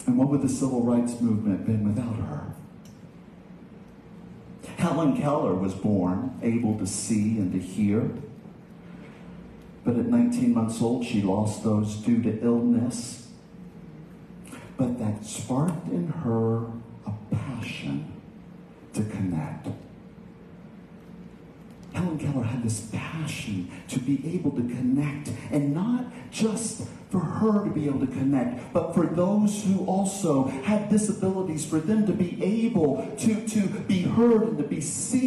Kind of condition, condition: setting, large echoing room